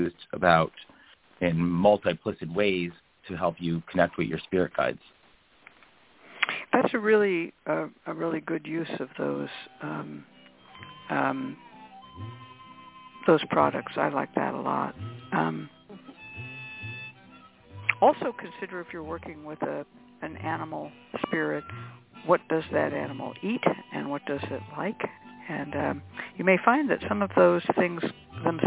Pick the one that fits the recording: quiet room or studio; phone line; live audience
phone line